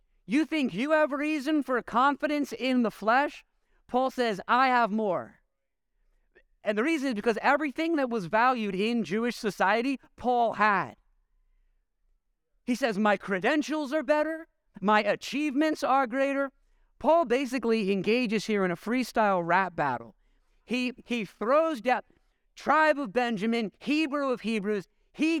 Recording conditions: large echoing room